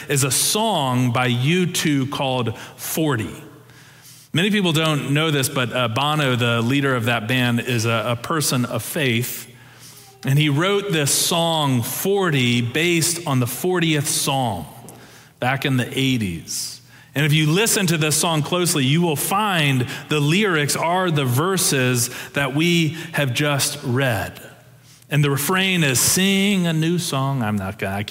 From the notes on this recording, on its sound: Preached on January 15, 2023 for our Sanctuary Worship Service.